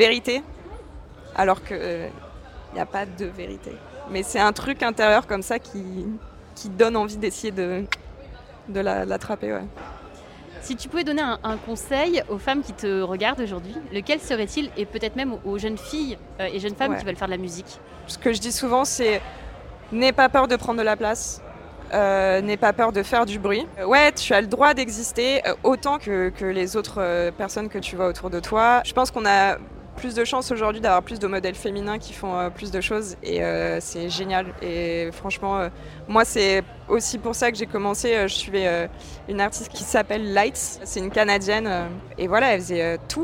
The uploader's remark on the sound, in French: Femmes d'Avenir au Main Square Festival. Était à la 17e édition du Main Square Festival à Arras. Lors de cet événement à guichet fermé.